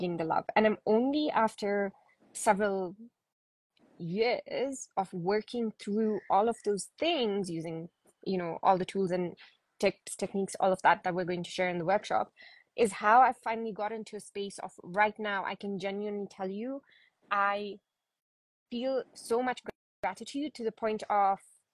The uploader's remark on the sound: Today's episode is an Instagram Live